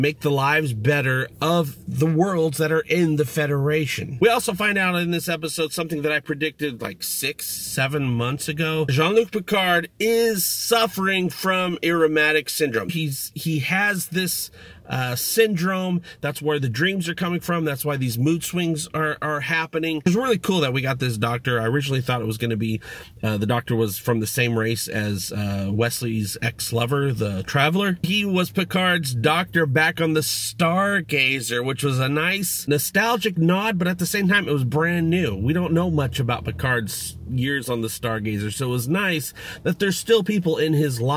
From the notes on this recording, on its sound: Review From My Car. Blue Yeti Mic.